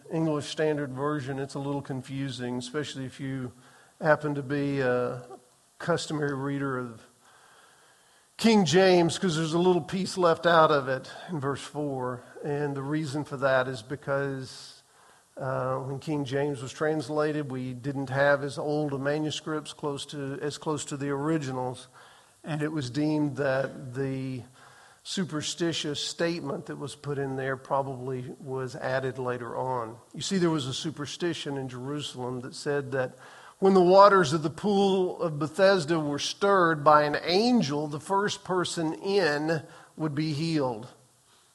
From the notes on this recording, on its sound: Recorded on April 16, 2023 in the 8:15 am Worship Service